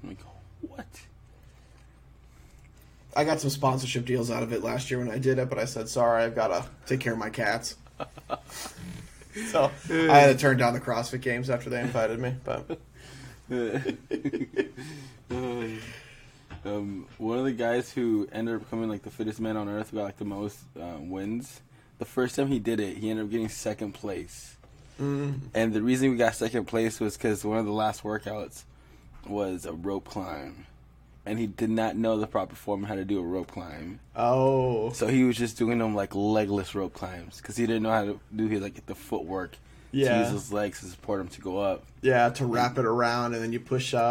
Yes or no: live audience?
no